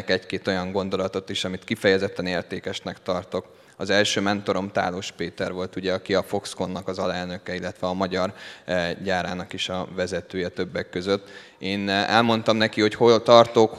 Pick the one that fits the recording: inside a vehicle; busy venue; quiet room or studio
busy venue